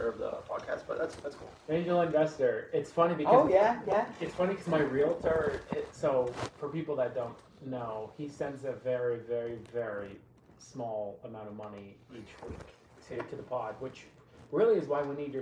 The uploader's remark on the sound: The brothers are joined by an old friend, but quickly fall victim to a cyber attack, damaging the audio for this episode.